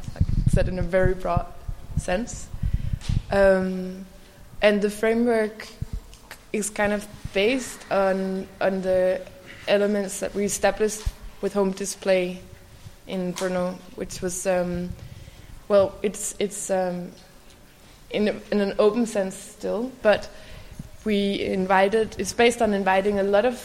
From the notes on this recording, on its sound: Live at Chaumont International Design Biennial. A live recording of a conversation we had in front of the audience at the Chaumont Design Biennial.